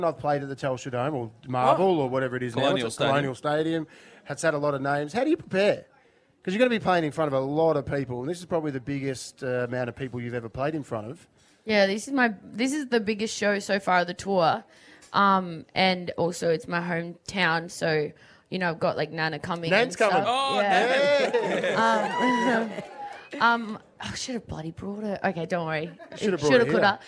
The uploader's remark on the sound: Brekky In The Burbs LIVE from Mornington. We're at The Bay Hotel Mornington.